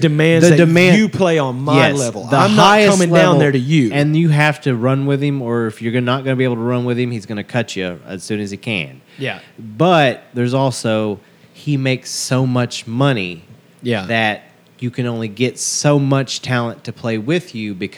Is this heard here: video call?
no